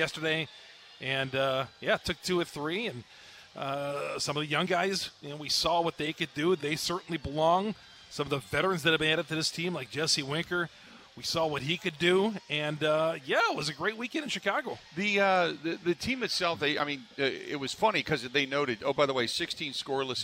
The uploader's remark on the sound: spends the first hour live from Steny's